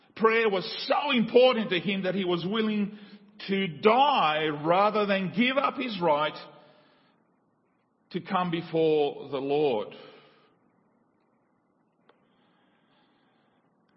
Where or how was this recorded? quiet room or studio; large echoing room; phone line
large echoing room